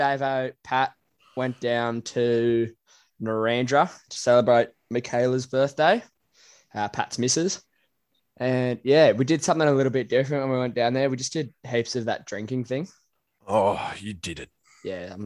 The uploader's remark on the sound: Reminiscing and opening the Zoom up to the world.